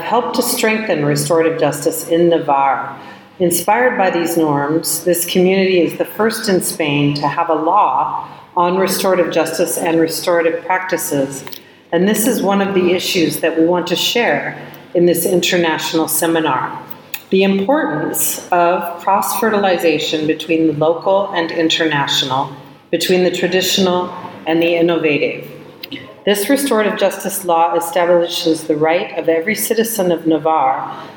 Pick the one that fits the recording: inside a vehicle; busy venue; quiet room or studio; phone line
busy venue